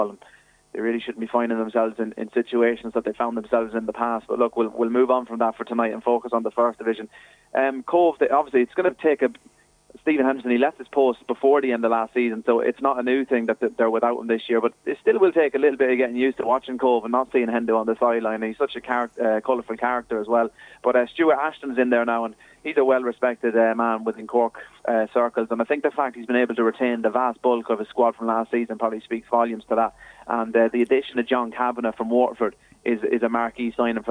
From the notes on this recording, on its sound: joined us on the phone